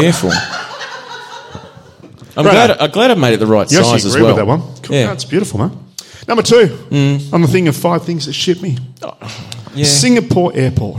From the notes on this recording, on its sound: Live Show. With a kickass live audience.